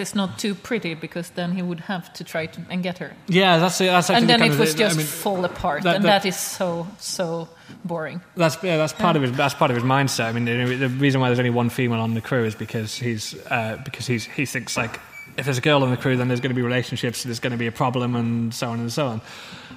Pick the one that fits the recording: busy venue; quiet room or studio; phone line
busy venue